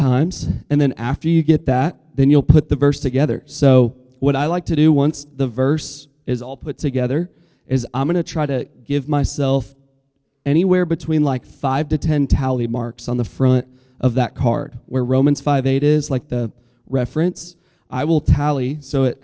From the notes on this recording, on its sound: Listen to our live SMC 2024 recording!